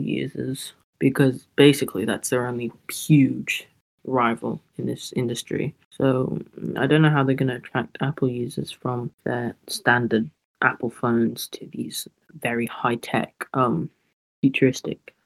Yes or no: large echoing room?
no